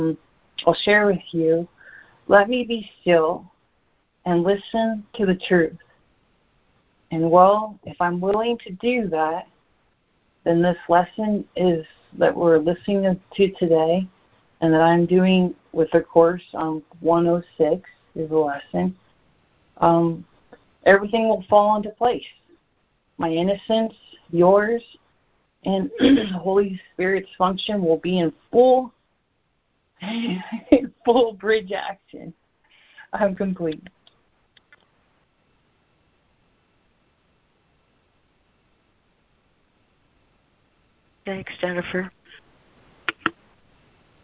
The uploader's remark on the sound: ACIM Daily Conference Call.